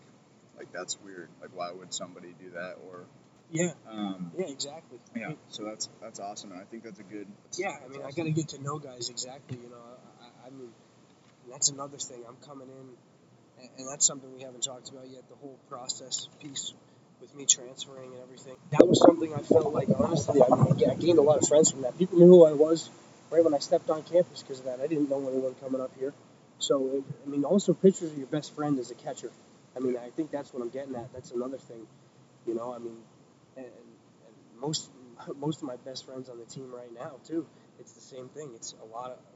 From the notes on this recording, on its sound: Today we are poolside in Tampa, Florida. A little windy down here so please stick with the audio, it is not the best at times. Note taken, do not do podcast outside in wind lol.